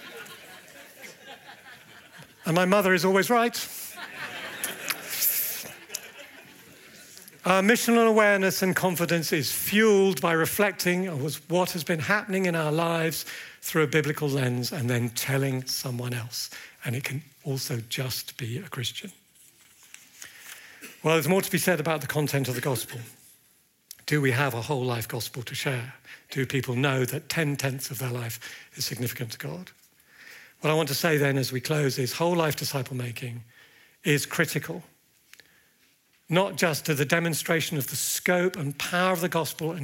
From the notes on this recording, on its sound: At the Evangelists' Conference 2024.